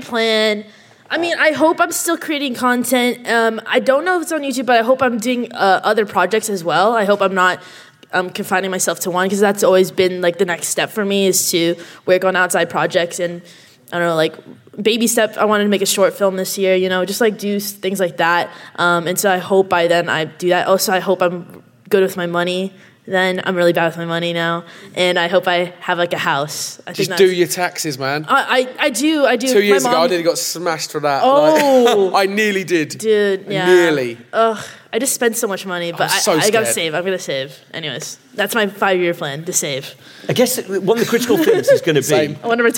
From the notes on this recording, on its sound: Recorded live at Vidcon 2020.